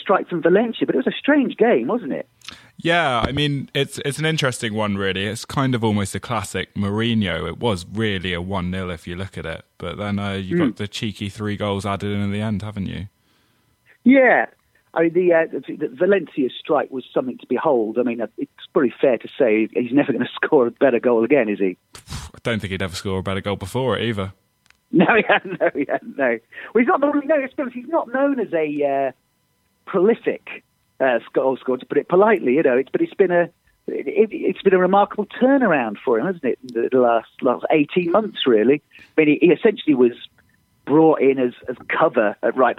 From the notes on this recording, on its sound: on the phone